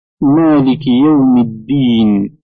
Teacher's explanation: والمد أنواع نذكرها فيما يلي: واحد المد الطبيعي وهو حركتان، مثل مالك يوم الدين، موضع المد في ألف مالك ويا الدين